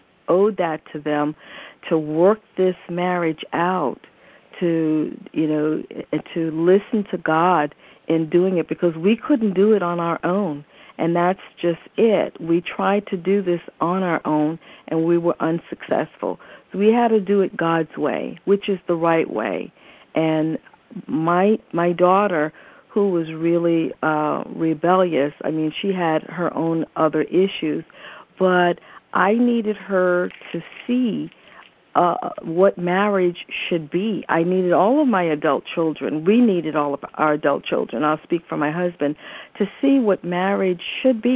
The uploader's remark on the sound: AUGUST 28, 2011 CONFERENCE CALL.